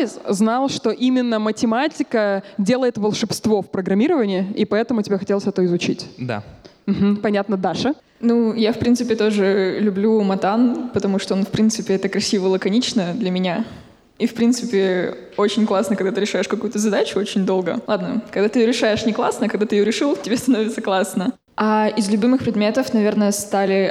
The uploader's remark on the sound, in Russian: Мы записали этот сезон в рамках встречи с абитуриентами 24 июля. Из-за пандемии всех-всех позвать мы не могли, но записали разговор для тех, кто не попал.